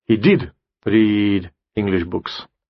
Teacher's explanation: Ударение, естественно, легкое ударение нужно делать на саму частицу.